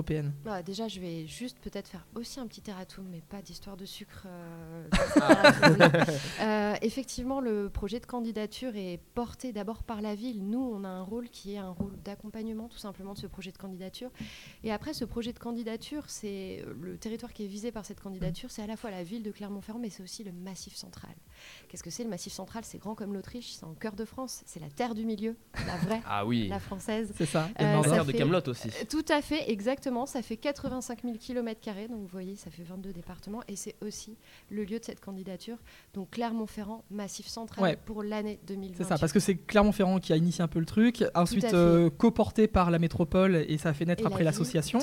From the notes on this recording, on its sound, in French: Du 31 janvier au 05 février, Kolibri est en direct du Festival International du Court Métrage à Clermont-Ferrand.